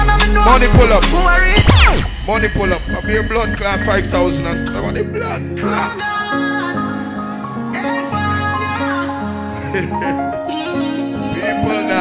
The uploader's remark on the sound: LIVE IN CITY VIBES VICTORY PARTY.